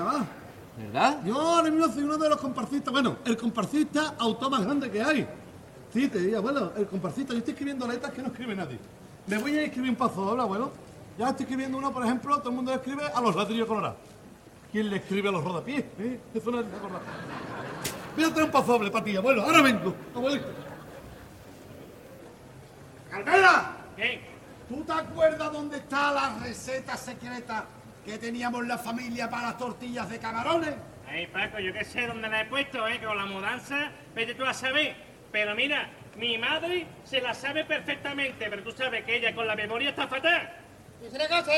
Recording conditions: live audience